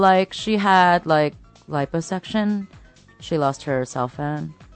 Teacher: Well, one big problem with teenagers, and I should say adults too, is what they call upspeak. It's the habit of speaking so that your pitch rises at the end of a sentence, even when the sentence is actually supposed to go down. So everything you say, like, sounds like it's a question.